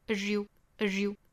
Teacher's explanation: as 弱读成 as，跟 you 这个 ye 是可以做连读同化的